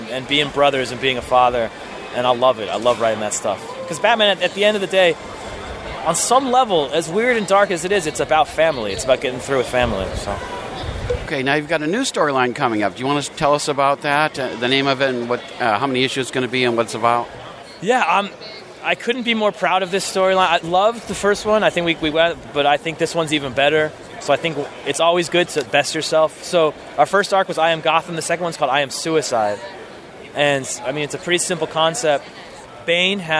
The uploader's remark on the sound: all of which took place at this year’s New York Comic Con from October 6 through 9!